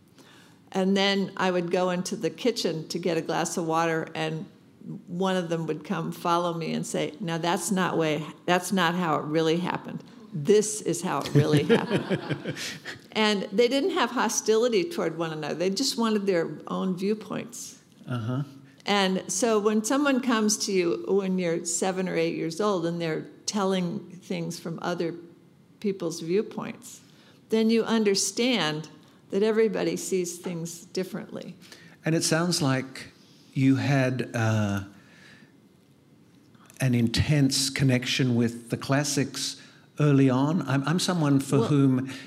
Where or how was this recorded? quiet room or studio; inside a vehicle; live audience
live audience